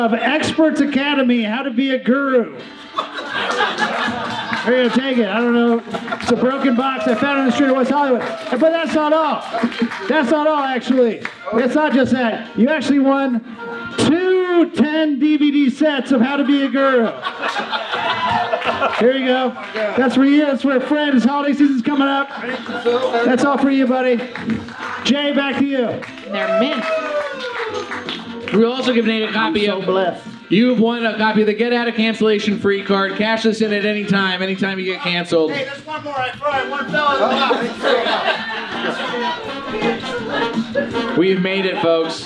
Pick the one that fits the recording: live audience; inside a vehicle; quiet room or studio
live audience